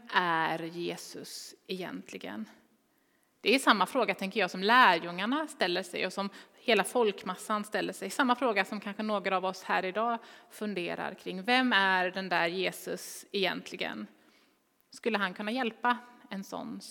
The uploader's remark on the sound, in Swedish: Inspelning från Immanuelskyrkan Skövde.